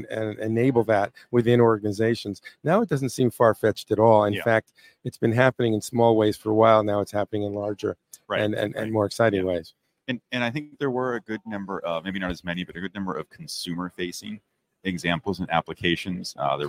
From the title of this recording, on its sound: RetailWire Live at NRF 2024